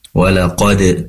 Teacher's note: Izin kami koreksi ketika membaca walaqad. Pastikan dal di sini dipantulkan karena dal memiliki sifat qalqalah yang harus dipantulkan ya. Walaqad, qad tadi terdengar belum maksimal pantulannya.